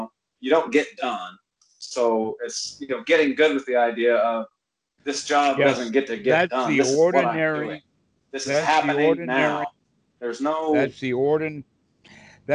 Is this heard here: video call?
yes